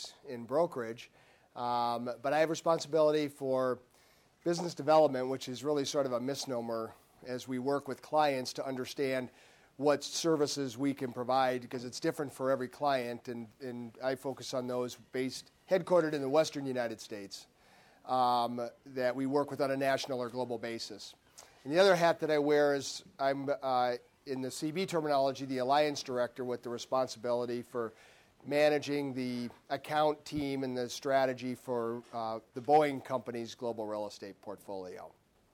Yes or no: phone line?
no